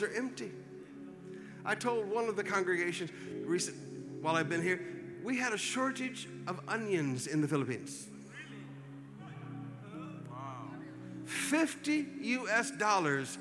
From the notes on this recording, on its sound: Preached at the Qodesh